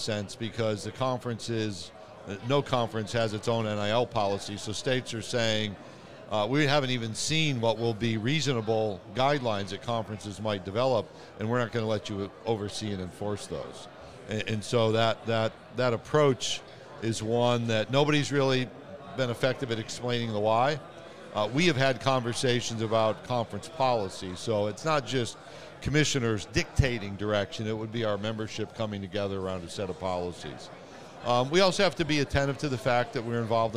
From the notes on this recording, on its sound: we are LIVE from SEC Media Days!